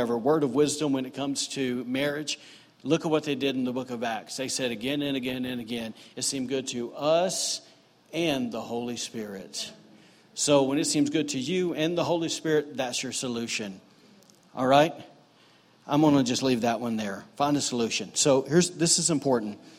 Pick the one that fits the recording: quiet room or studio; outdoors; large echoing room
large echoing room